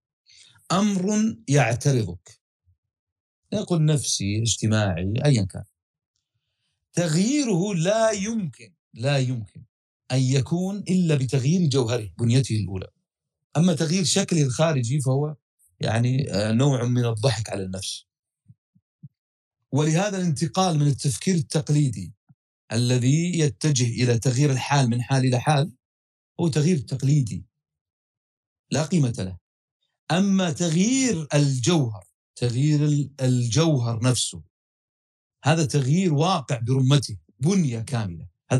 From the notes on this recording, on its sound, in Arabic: تسجيل لدروس عوالم الفلسفة على مساحات تويتر